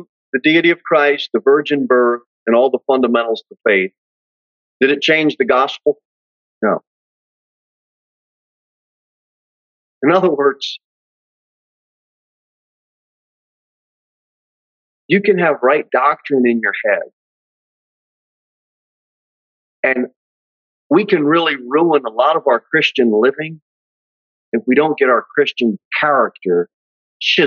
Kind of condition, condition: setting, large echoing room